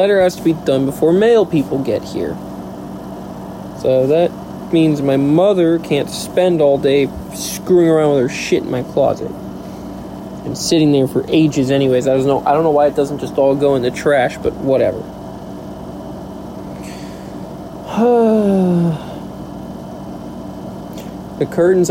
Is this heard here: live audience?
no